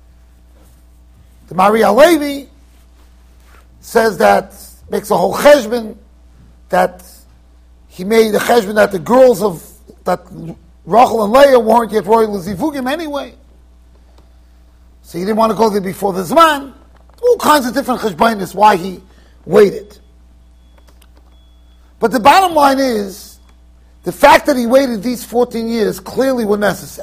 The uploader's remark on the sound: Shiur recorded in Yeshivas Ohr Reuven, Monsey NY